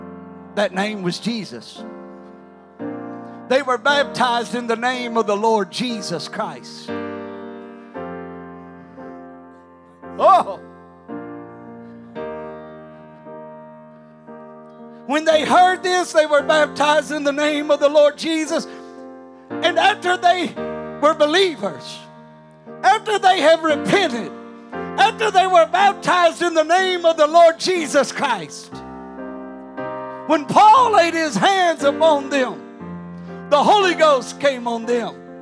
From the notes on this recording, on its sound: During our Sunday evening gathering. During our Sunday evening gathering.